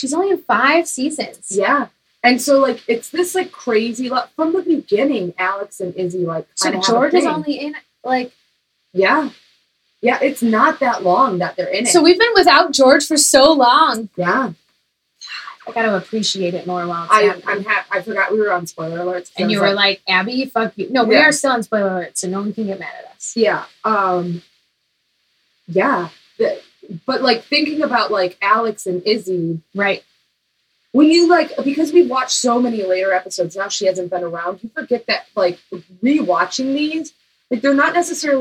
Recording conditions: poor microphone